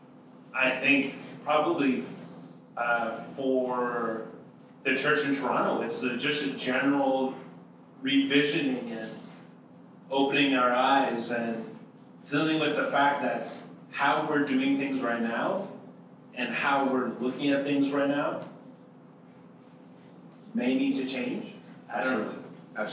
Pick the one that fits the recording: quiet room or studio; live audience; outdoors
live audience